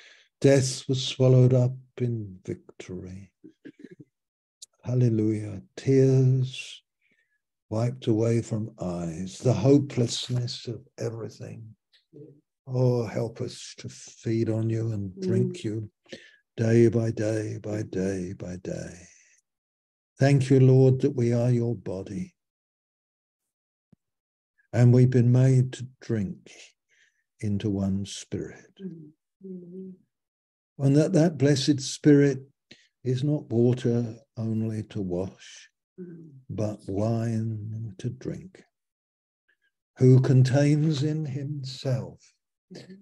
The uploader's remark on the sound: Malaysia Meets (Zoom).